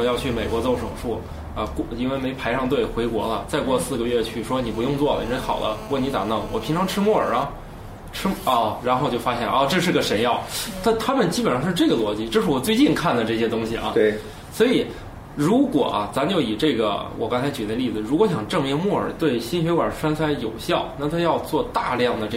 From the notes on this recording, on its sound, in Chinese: 本期节目为在张大妈办公区用录音笔录制，可能有街道上的杂音，请见谅。